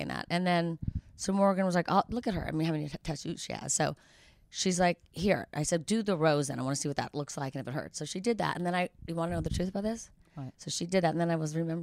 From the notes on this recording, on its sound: Live from BravoCon.